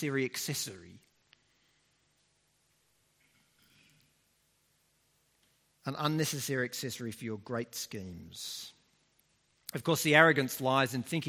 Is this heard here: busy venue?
no